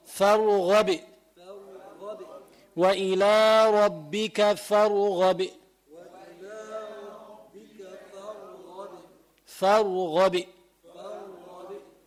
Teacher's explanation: هذه القلقلة مائلة للكسر